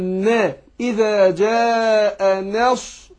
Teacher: يبقى رققت النون اهو وفخمت الصاد